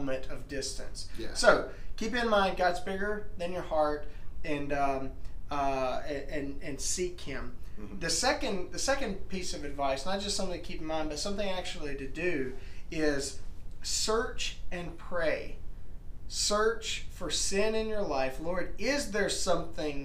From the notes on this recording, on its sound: WE know the AUDIO LEVELS are really BAD.